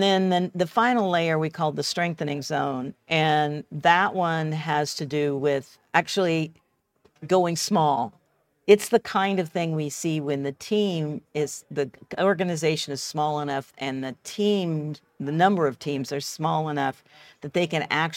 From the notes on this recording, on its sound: sat down at the Agile Australia Conference